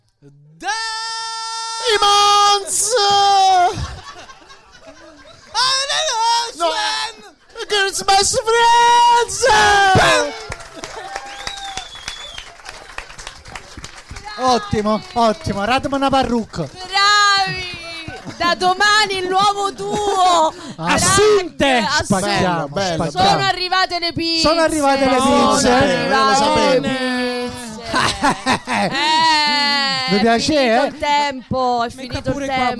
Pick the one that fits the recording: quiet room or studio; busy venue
busy venue